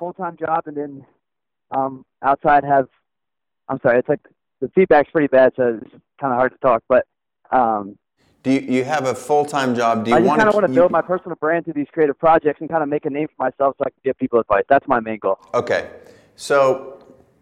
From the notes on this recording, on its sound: Today I jump on the phone